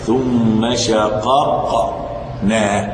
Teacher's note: اما المطلق، القسم الثالث المطلق من المثلين، ان يكون الاول متحركا والثاني ساكنا، كما في قوله تعالى ثم شققنا، فان القاف الاولى متحركه والثانيه ساكنه، حكمهما الاظهار